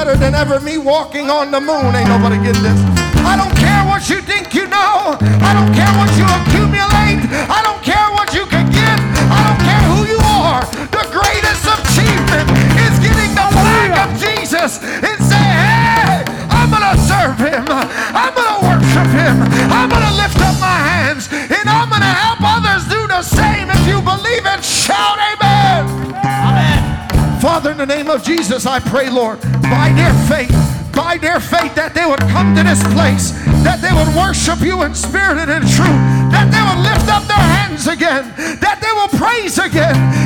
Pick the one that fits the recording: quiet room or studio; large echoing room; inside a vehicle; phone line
large echoing room